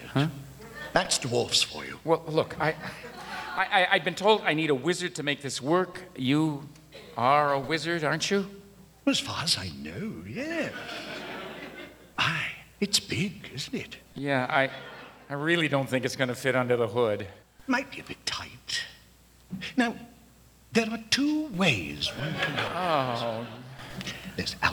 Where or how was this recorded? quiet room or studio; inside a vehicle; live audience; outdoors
live audience